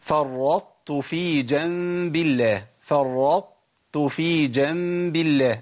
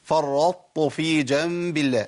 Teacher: يعني بابقي على صفه الاطباق والاستعلاء في الطاء · Shown in: first take · Term: ادغام ناقص